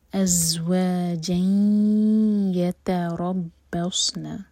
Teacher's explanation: ادغام غنہ کے ساتھ ناک میں آواز لے جائیں گے اور 2 سیکنڈس کا ٹائم دیں گے